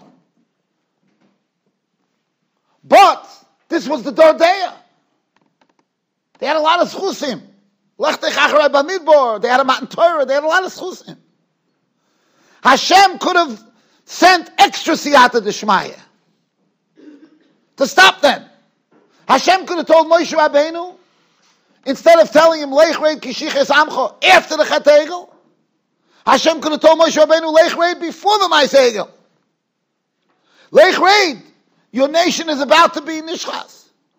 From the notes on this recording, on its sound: Shiur recorded in Yeshivas Ohr Reuven, Monsey, NY.